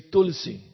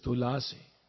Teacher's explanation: It's a Sanskrit. Hindi, they take out the A. · Shown in: first take